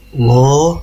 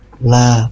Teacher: Ditegaskan kalau tebal, lo, kalau tipis, la. Pertegas untuk lamnya tebal, lo, pertegas bunyi lam tipis, la.